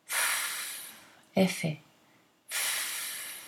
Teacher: Your vocal cords do not vibrate, okay? F is voiceless.